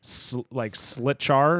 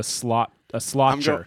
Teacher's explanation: like in Irish, I think the T's are like a ch sound